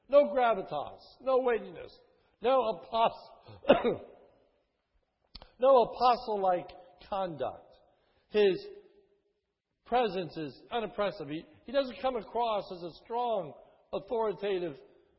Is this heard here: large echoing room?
yes